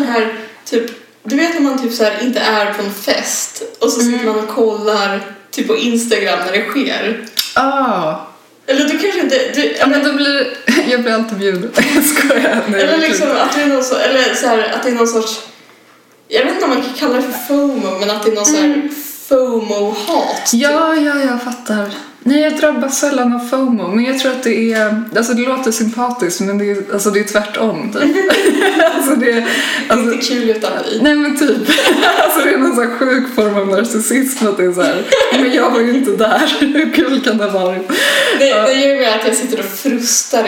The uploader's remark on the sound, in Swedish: Inslagsproducenten är väldigt sur över den dåliga ljudkvalitén i det här avsnittet. "Sitt nära micken för fan", hälsar han.